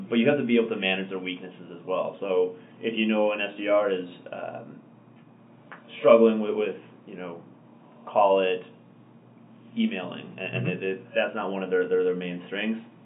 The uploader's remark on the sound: Please excuse the weird audio quality in this episode!